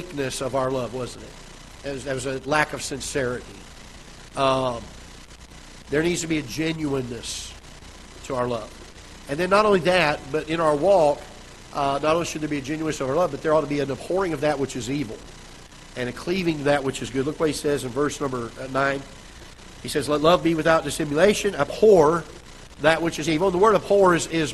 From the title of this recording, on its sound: Ketha Heights Baptist Church ~ Live Broadcast